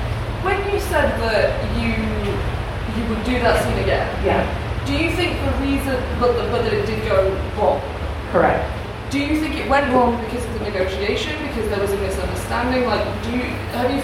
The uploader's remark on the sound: I'm here at the Birmingham Bizarre Bazaar in yet another lecture